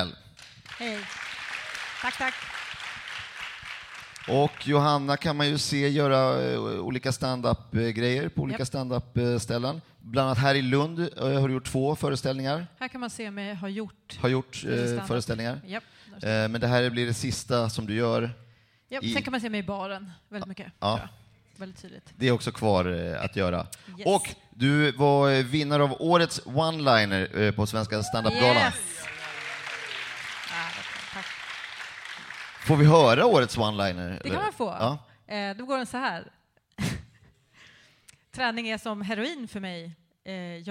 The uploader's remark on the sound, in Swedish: Livepodden från Lund Comedy Festival 2015 är här!